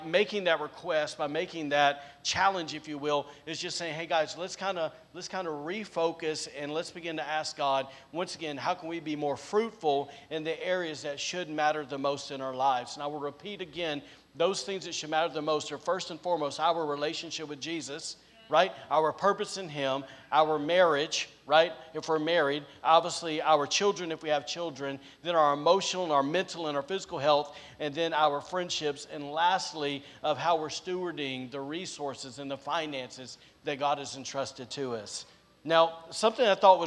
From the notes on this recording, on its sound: recorded on Sunday, January 23rd, 2022, during service at The Anchor Church in Rockport, Maine